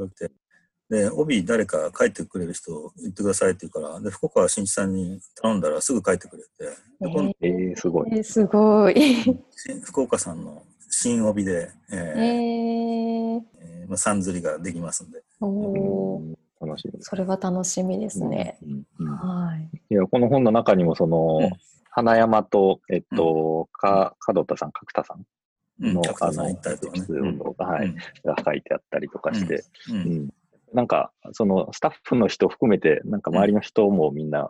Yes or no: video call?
yes